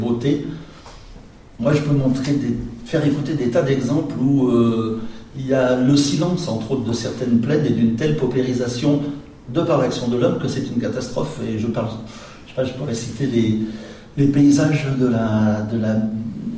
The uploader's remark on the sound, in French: Une intervention dans un colloque autour du Paysage sonore organisé parle CDMC et le Festival Détours de Babel à Grenoble.